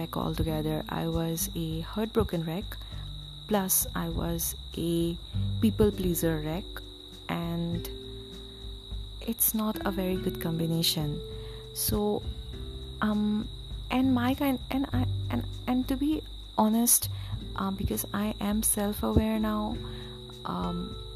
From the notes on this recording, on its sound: sorry about the cicadas in the background.